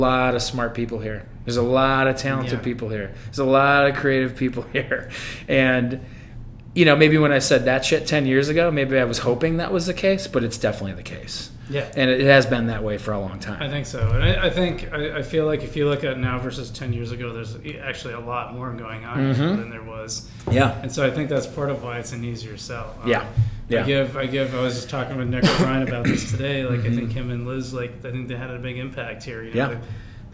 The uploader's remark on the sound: Live at Daly's